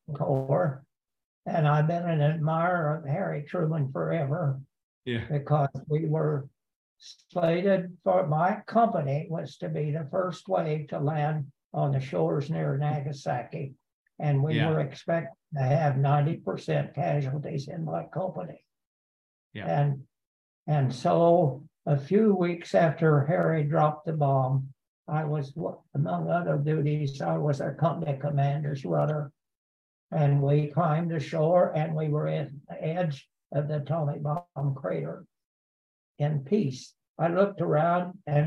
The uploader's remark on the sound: Zoom from his Missouri home